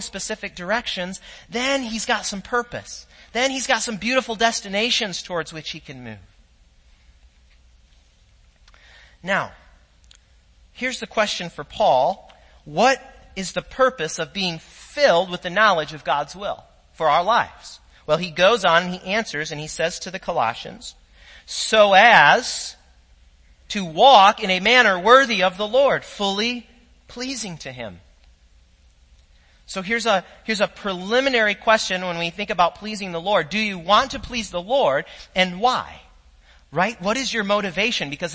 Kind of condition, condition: setting, large echoing room